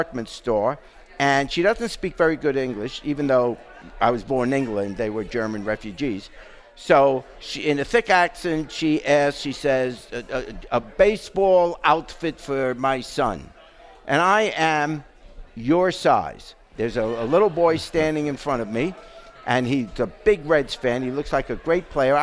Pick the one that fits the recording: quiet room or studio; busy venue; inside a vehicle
busy venue